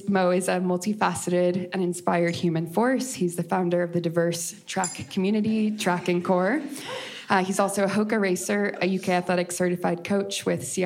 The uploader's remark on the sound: This episode features the live recording of an event Pruzan Studios hosted in April 2023